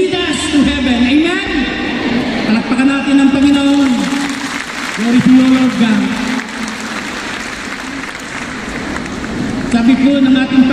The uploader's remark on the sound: This talk was recorded from Rizal Grand Feast 2016